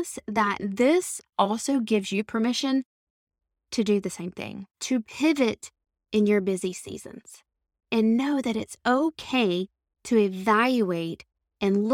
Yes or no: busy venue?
no